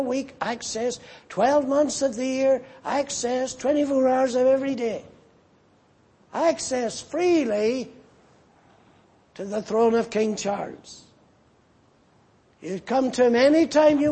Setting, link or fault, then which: setting, large echoing room